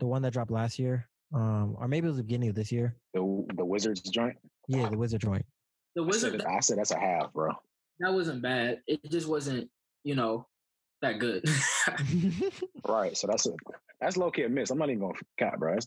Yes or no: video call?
yes